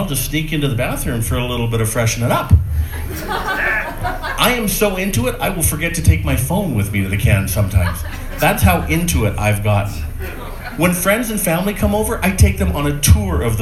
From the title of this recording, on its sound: A recent set recorded at the Great Plains Comedy Festival